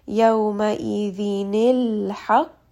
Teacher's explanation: just turn that noon sakin into a noon with a kasra. And that is going to give it some haraka. · Term: iltiqa as-sakinain